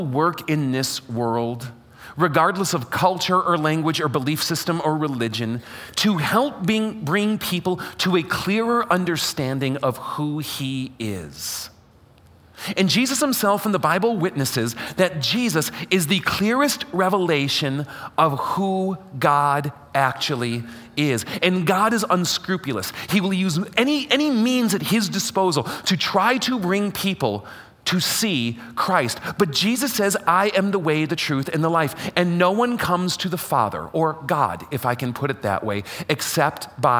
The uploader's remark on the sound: LIVE during Fellowship of Faith's Sunday morning worship service